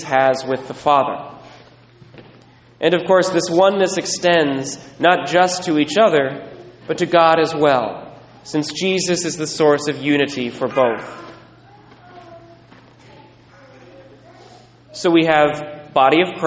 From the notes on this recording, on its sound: Recorded at Sacred Heart, La Conner